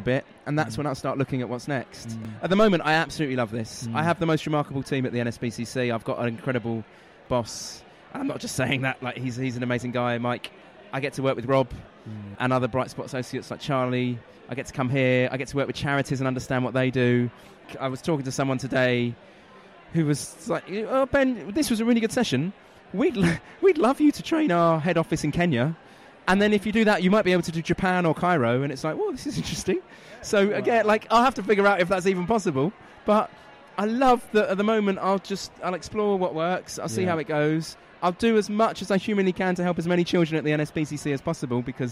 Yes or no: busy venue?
yes